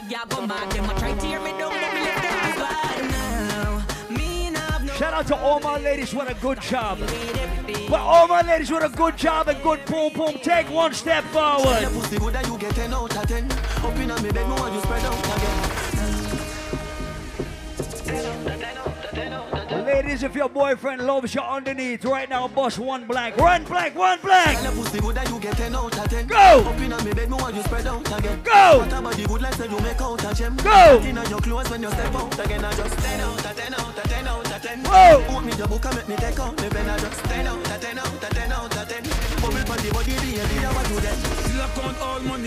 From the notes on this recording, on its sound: ENTRANCE 2020 LIVE AUDIO